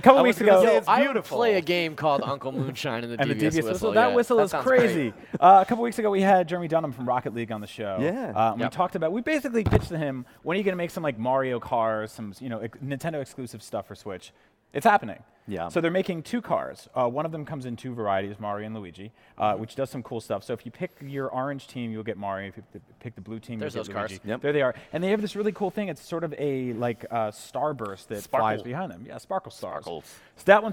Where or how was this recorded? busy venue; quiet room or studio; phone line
busy venue